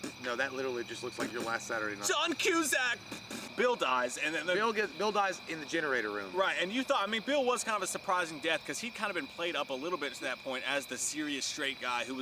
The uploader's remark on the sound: An outdoor recording of our in depth FRIDAY THE 13th review.